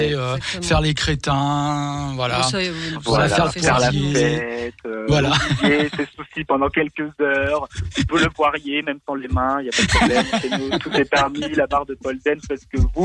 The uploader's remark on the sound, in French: Nos invités sont (au téléphone)